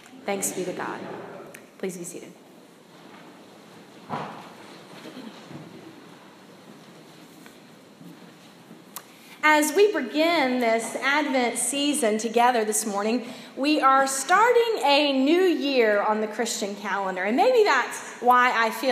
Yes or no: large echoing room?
yes